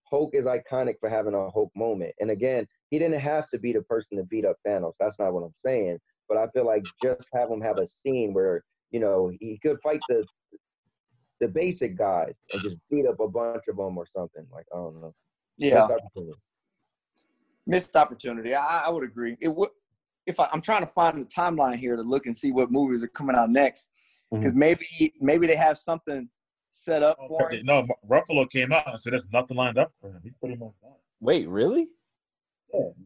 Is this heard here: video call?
yes